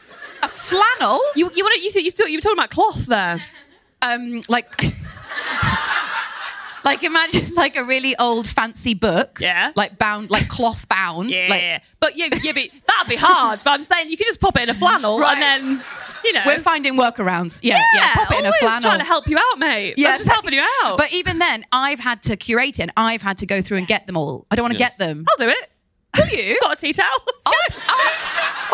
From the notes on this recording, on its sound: Live at Soho Theatre. Recorded by Soho Theatre.